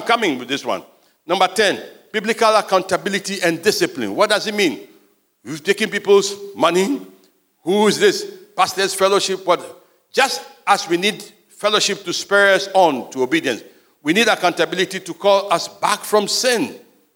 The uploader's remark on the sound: Sermon preached at CBC Shiashie Campus